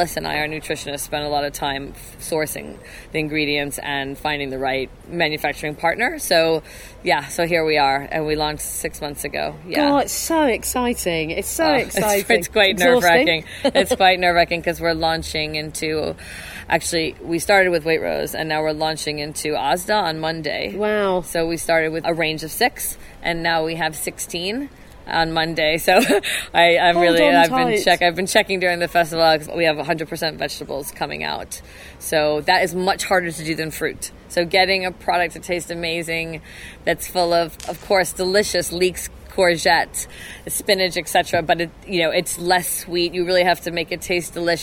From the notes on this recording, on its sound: We recorded this session at the Festival of Female Entrepreneurs in Bristol on 21 October.